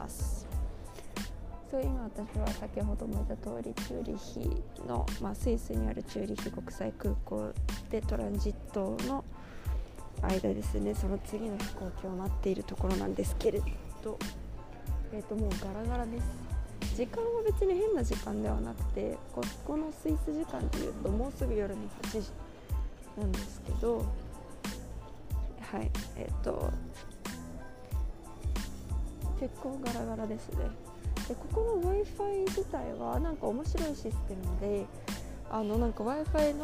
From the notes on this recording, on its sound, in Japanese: 乗り継ぎのチューリッヒ国際空港で収録しました！Wi-Fiの調子が悪く、途中から一人録りになりました。